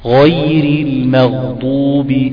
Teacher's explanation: حرف الميم المرققه بعدها حرف الغين المفخمه